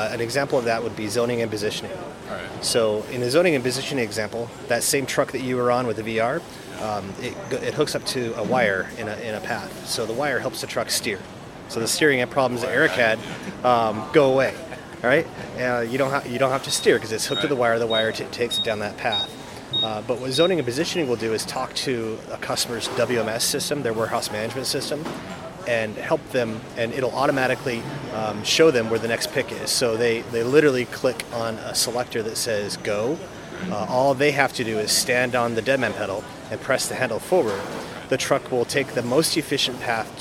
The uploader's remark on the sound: at The Raymond Corporation's MODEX 2020 booth